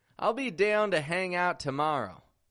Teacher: Modifying that diphthong a little bit to give it a twangy kind of sound.